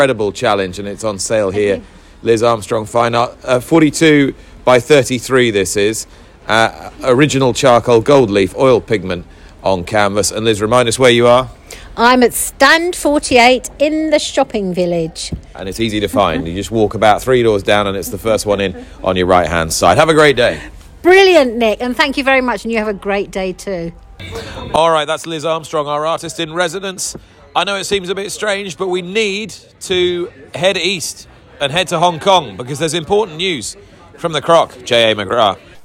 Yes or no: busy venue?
yes